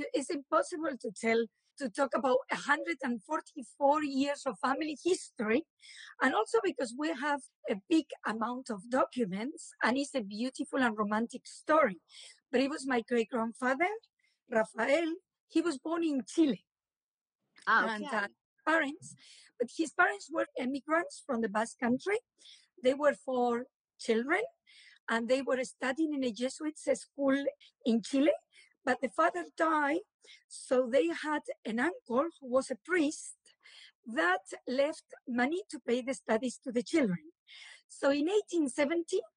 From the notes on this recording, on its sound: Recorded on instalive during the pandemic.